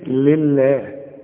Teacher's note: واللام مرققة دائما، ها وتكون اكثر رقة اذا كانت مكسورة